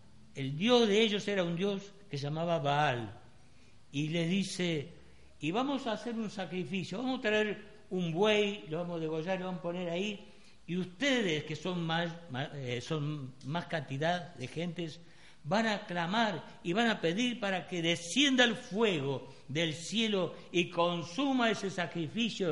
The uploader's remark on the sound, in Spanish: Grabado el 28-02-2016 en la Iglesia Del Camino